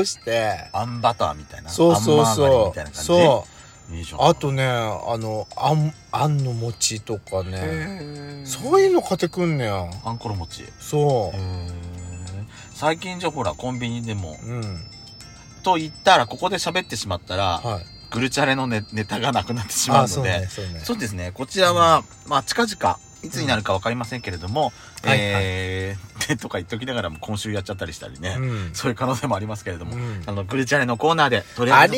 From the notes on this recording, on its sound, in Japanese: パーキング収録